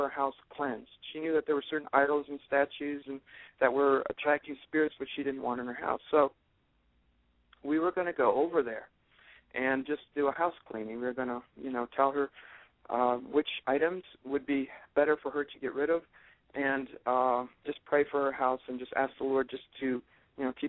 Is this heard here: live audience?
no